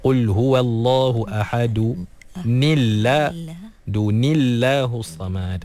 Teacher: bila kita baca dengan baris bawah pada tanwin tu automatik lafzul jalalah dinipiskan, ditarqiqkan. Jadi asalnya tebal Allahu.